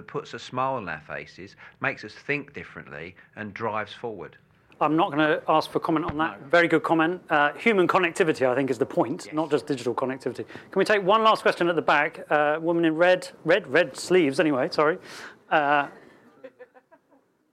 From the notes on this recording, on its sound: The Urbanisation Forum at Google HQ. A special recording of the Urbanisation forum on Connectivity, hosted by the Swedish Chamber of Commerce at Google's UK headquarters in King's Cross.